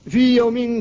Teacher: الياء هنا في ساكنة، والياء التي بعدها محركة يوم، لكن لا ادغام لأن هذا من حروف المد واللين وأيضا حرف العلة، فلا ادغام فيها. · فالواو ساكنة والميم حرف مجانس لها فقد تقارب مخرجاهما وكلتاهما شفوية، وسكنت الواو وتحرك ما بعدها وهو الميم ولم يقع الادغام لأن الواو هنا حرف لين، حرف لين فلا ادغام.